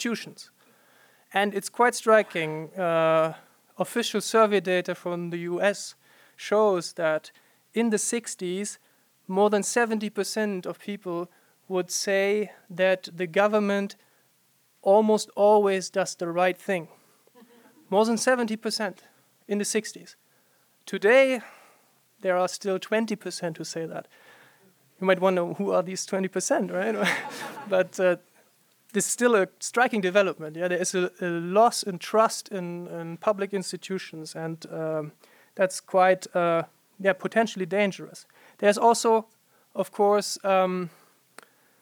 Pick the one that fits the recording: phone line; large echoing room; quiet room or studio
large echoing room